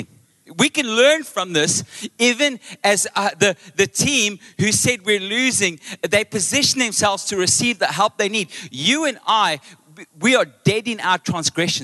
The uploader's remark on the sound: Recorded live on Sunday the 9th April 2023